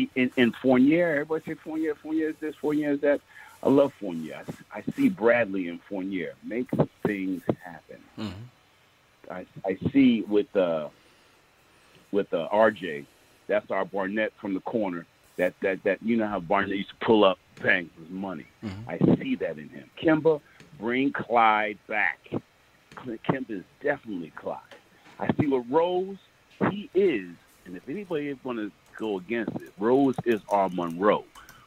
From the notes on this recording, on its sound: They also take live phone call reactions from fans around the world!